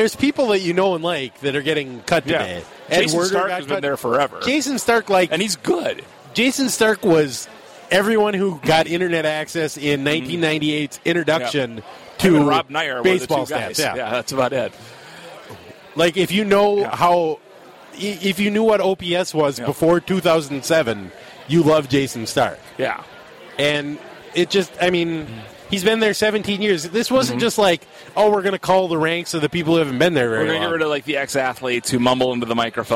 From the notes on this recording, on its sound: meet up at Surly